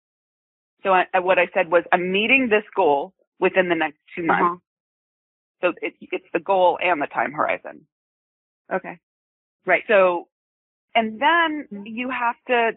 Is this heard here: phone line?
yes